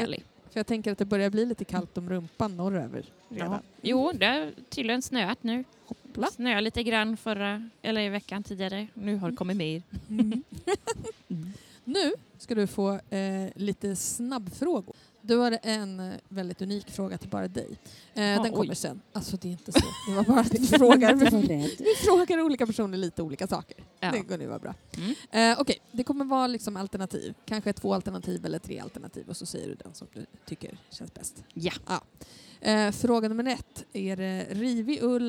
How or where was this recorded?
busy venue